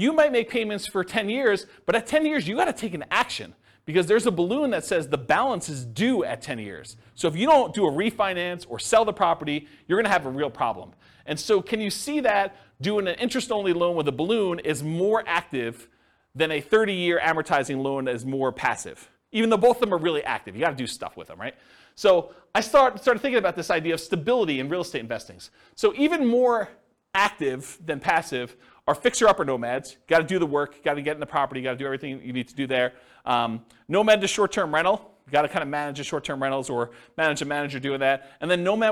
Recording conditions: live audience